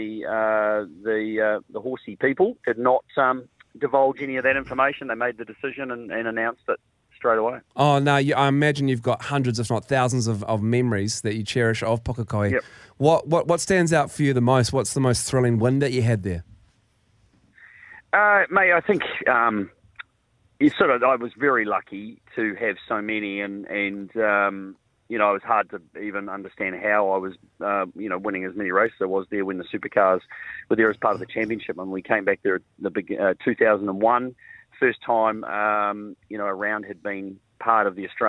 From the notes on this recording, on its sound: joins us on the phone